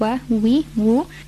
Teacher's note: the waw is pronounced with the incomplete meeting of the lips